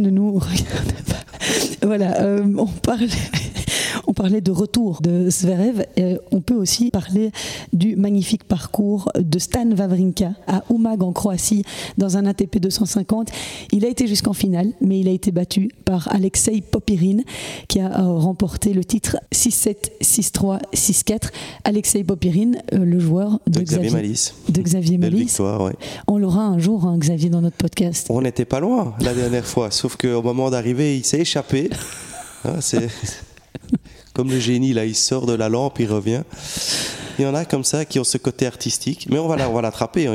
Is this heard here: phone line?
no